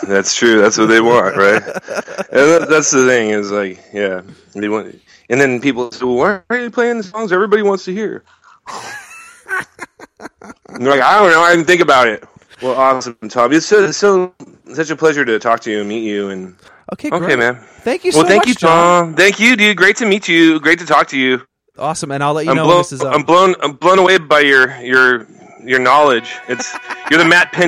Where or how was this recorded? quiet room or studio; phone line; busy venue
phone line